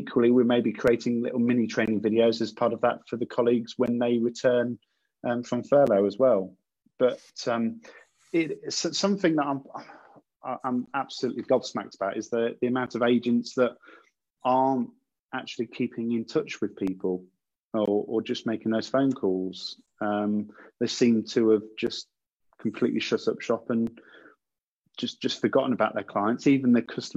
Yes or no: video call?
yes